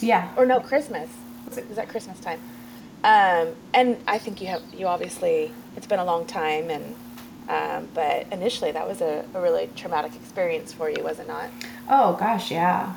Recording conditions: sounds in the background